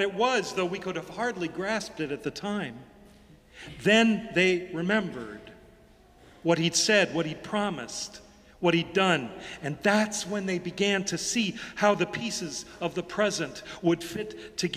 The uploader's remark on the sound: Sermons from Old South Church in Boston.